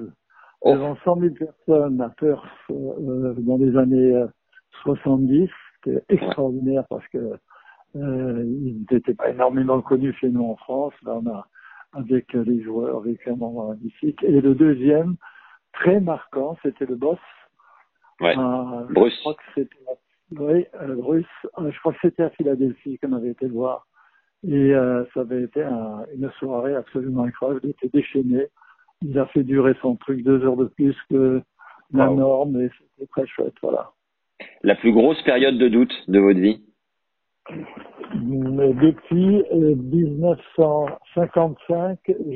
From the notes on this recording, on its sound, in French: j'enregistre l'appel téléphonique donc le son est à l'ancienne